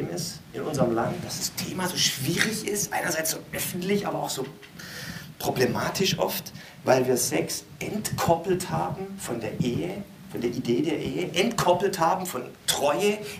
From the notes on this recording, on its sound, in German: Podcast-Mix aus der Goldgräberzeit des churchbrunch im Theater NN (2004-2010). Live gehalten auf Kanzeln und Bühnen, in Kirchen, Kneipen und Locations in Hamburg und anderswo.